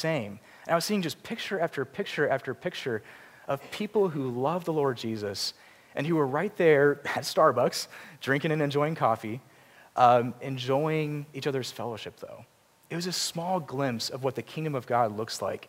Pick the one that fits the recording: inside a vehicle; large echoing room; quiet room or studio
large echoing room